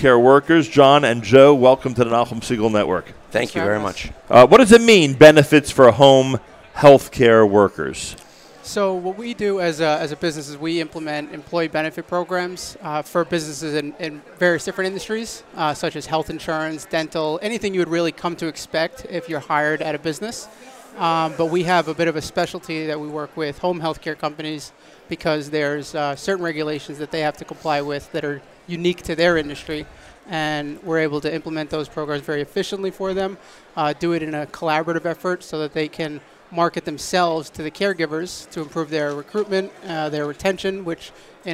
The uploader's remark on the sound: Live with Achiezer at The Jewish Healthcare Conference & Expo